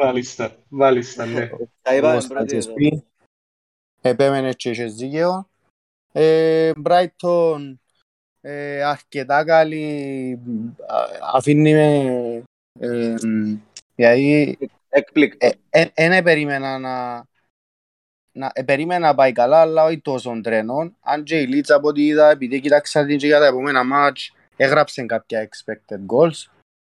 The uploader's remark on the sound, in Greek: Live συζήτηση στο discord του FPL Cyprus